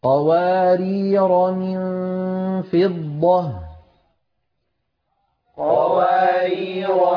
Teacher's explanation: هذه الألف على رواية حفص لا تنطق لا وقفا ولا وسطا